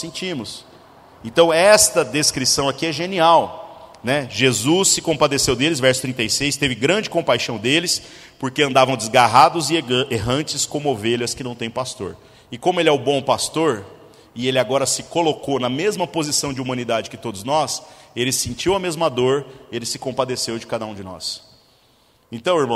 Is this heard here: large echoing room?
yes